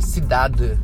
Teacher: a letra E no final da palavra, ela é quase uma letra silenciosa, um som silencioso. Então, em vez de falar cidade, por cidade, como no Brasil, em Portugal eles vão falar cidade, eles é d, tem um d.